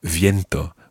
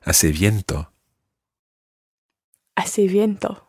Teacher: In some parts of Latin America in particular, you will hear viento with a proper V sound.